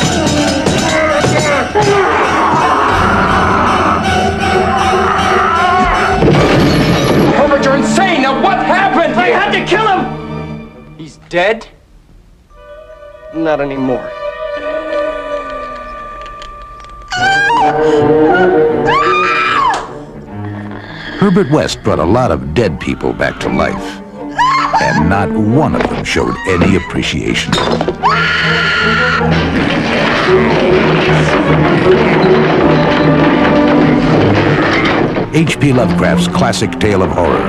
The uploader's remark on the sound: Go on location to "Terror At The Times" at the Times Community Theater in Oshkosh, WI for a frightening film fest of classic 80s horror.